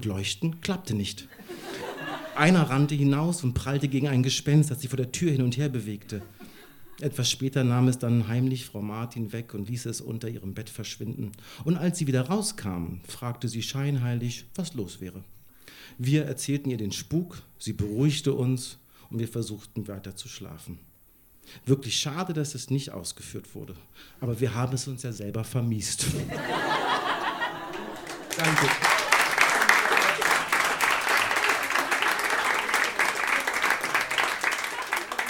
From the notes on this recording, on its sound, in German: Ausschnitte aus der Veranstaltung vom 09.12.2018 im Monarch, Berlin. Texte von gestern“-Liveshow am 09.12.2018 im Monarch, Berlin. Unser tolles Publikum.